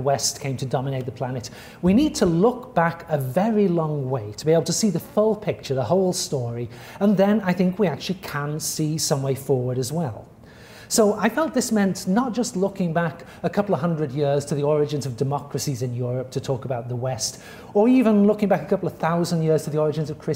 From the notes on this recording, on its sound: At the Oriental Institute. This audio recording was originally presented as an illustrated lecture.